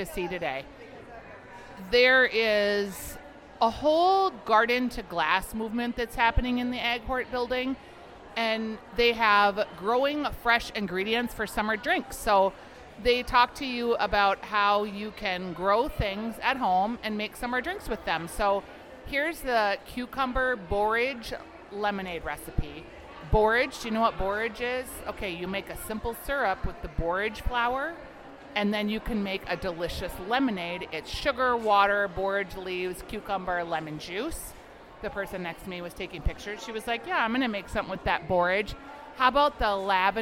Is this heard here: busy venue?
yes